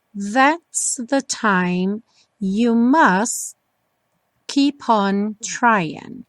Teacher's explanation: Must, sem esse sonzinho do T, fica no suspense. Must keep on, juntinho, trying.